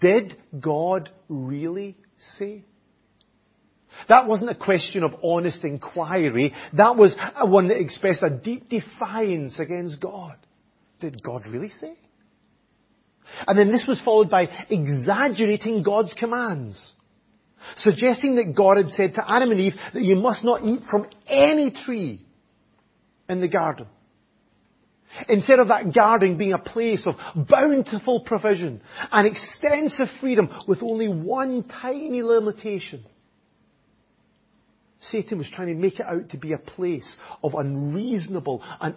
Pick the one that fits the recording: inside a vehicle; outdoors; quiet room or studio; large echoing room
large echoing room